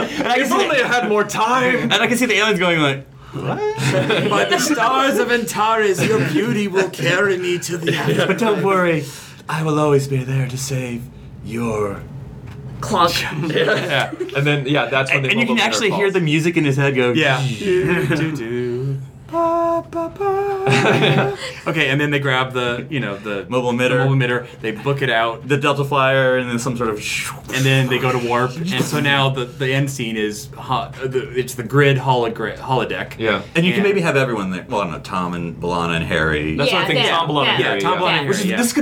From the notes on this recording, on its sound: Live together at Star Trek Las Vegas in room 17001